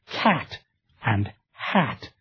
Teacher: The ash sound is just that, a kind of ah